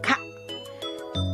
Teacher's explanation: ベロの奥に力を入れて軟口蓋が持ち上がることで発音できる